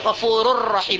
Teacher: Ghafurur rahim seperti tanwin, ghafurun rahim, harusnya ghafurun, tapi kita tidak baca nunnya itu, kita baca ghafurur rahim, dah hilang. · Term: idgham kamil